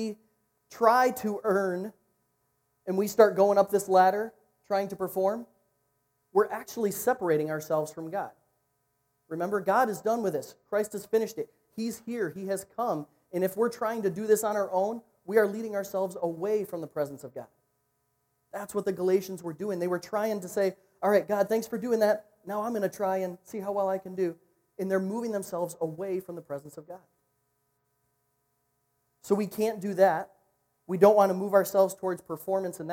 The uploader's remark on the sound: Recorded at niteLIFE on Sunday, November 3.